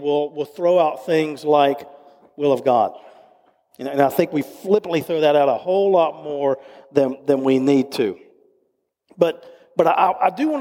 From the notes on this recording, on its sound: recorded live at Covenant